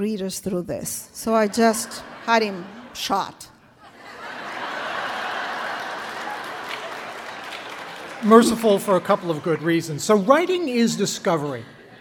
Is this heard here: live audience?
yes